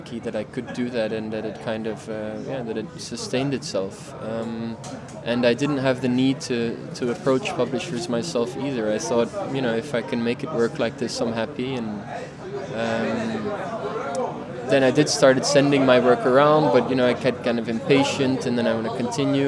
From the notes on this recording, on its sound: The episode was recorded at Polycopies book fair in November of 2018 during the Paris Photo weekend.